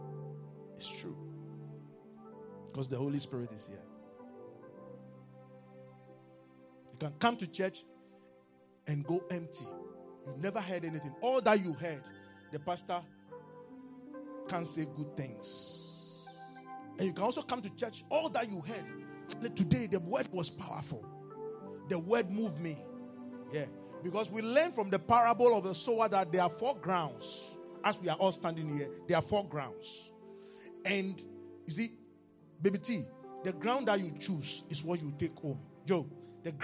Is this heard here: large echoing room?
yes